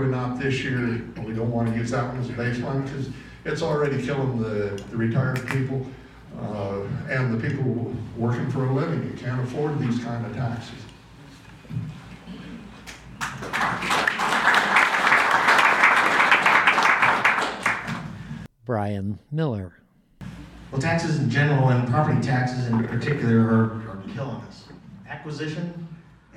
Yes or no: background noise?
no